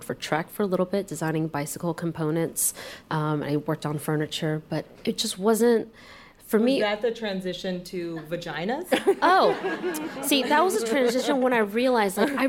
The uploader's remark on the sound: Live in New York. We did it live, onstage at WNYC's The Greene Space in New York.